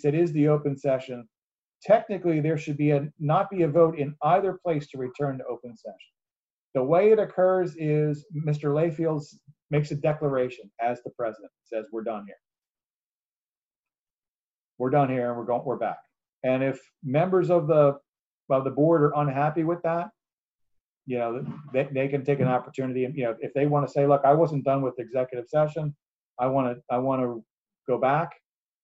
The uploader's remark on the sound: An audio recording of the Indian River Board of Education special meeting